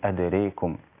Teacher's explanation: وفي الآية رقم 16 في قوله تبارك وتعالى ولا أدراكم به فقد لبثت فيكم عمرا، فقرأ أدراكم بالإمالة أدريكم